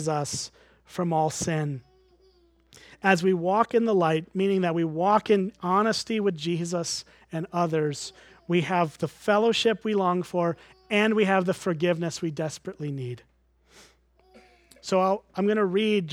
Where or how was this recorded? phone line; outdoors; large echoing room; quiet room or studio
large echoing room